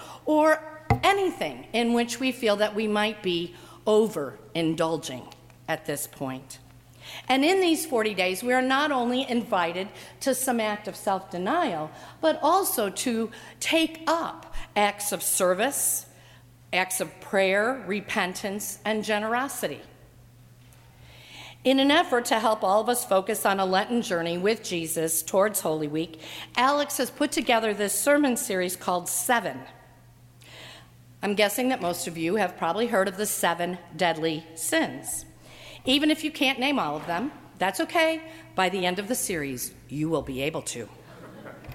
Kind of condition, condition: setting, live audience